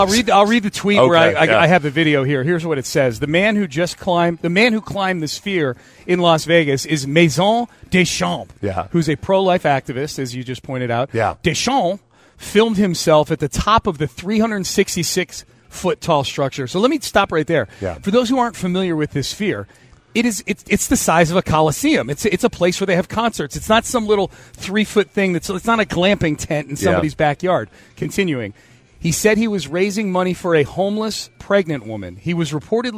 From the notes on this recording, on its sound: live at Radio Row in Las Vegas!